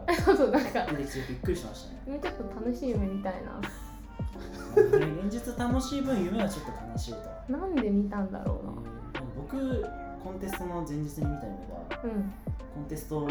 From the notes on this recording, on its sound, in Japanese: 今回カラオケで録音したので歌声が漏れてきた隣の部屋の歌声が聞こえますが、気にしないでくださいね。